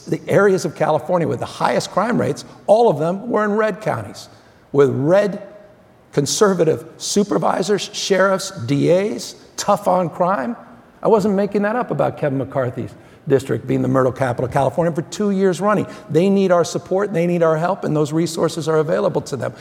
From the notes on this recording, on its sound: Live at the Code Conference. At the Code Conference in Los Angeles.